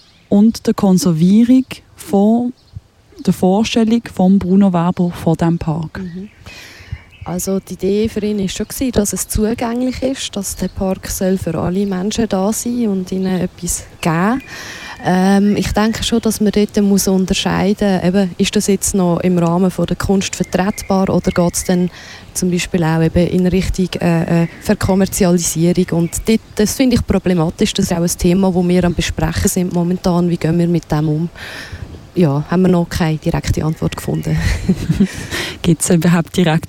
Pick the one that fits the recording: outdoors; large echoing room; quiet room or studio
outdoors